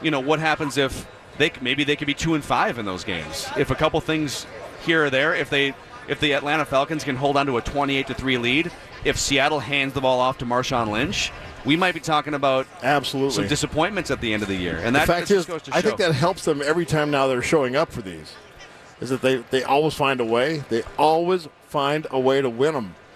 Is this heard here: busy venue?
yes